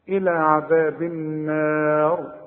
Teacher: الراء عند الوقف فخمها هي مكسورة لكن تفخم عند الوقف